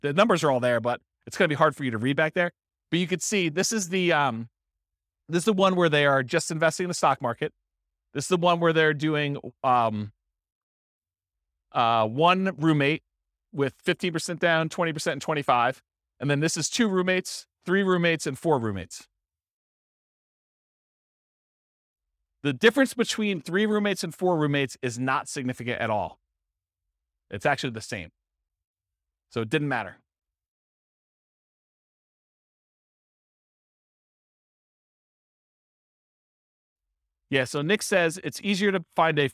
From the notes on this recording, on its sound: This was a live class recorded